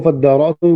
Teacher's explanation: وإنما أصل فادارأتم فتدارأتم، ولكن التاء قريبة من مخرج الدال، وذلك أن مخرج التاء من طرف اللسان وأصول الثنيتين، ومخرج الدال من طرف اللسان وأطراف الثنيتين، فأدغمت التاء في الدال فجعلت دالا مشددة